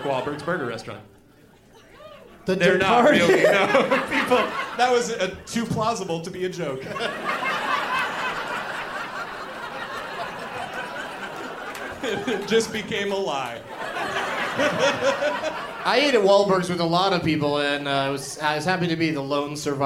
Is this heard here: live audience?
yes